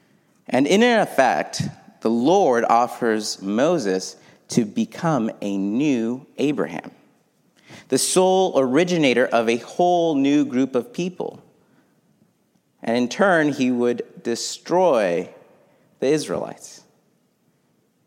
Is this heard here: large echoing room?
yes